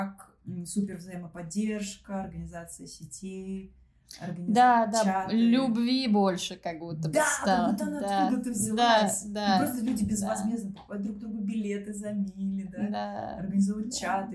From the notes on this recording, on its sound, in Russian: Сразу хочу извиниться за не очень хороший звук, мы только учимся.